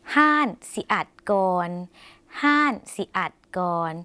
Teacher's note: คำว่าร้านในภาษาไทยภาษาลาวออกเสียงเป็นห้านนะคะ